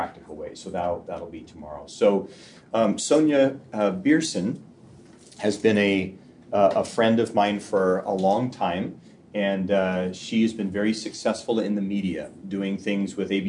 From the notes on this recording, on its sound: This episode is from Lionshare, recorded at the National Disciple Making Forum.